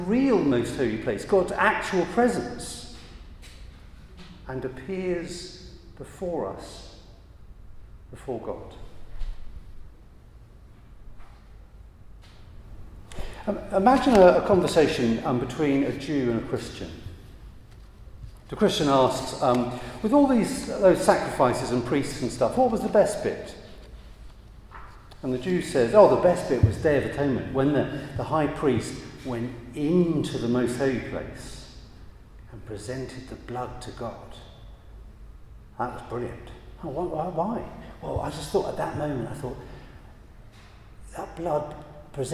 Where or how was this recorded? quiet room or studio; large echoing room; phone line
large echoing room